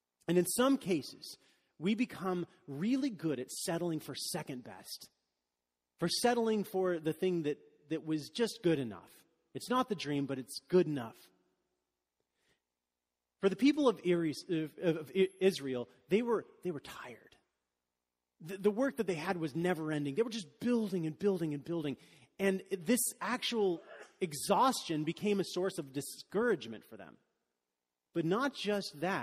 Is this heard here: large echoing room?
yes